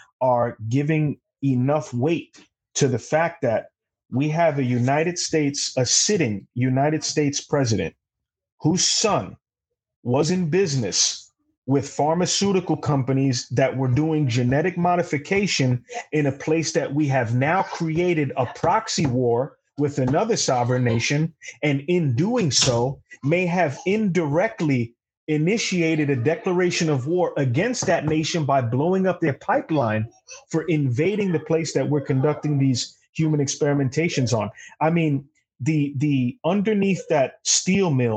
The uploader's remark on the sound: hop on screen